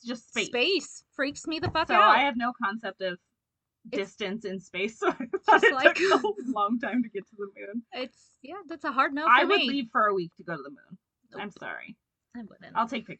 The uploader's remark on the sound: Bear with us on the audio of this and the next couple episodes. We aren't sure what went wonky but we will sort it out and have better quality coming at you asap!